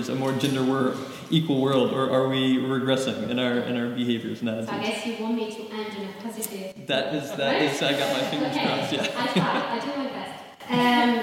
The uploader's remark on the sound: GenPol's first live podcast recorded with SOS Media Music.